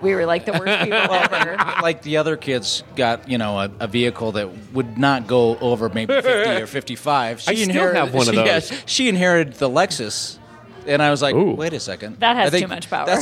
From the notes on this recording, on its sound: Recorded at The Back Alley Wine Bar on…behind Prescott’s Whiskey Row. Recorded at The Back Alley Wine Bar on…behind Prescott’s Whiskey Row.